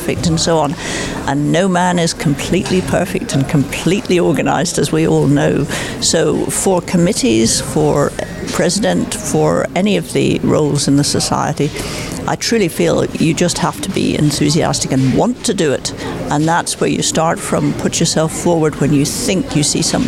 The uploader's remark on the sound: One of our last live recorded podcasts from #ESVS2023 Annual Meeting in Belfast has been very special to our team.